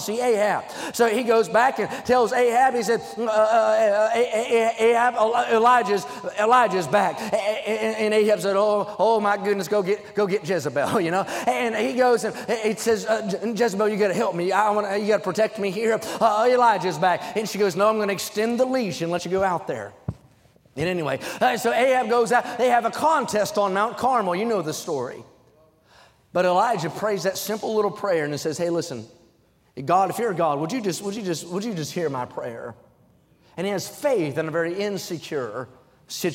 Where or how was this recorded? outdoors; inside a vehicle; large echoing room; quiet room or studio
large echoing room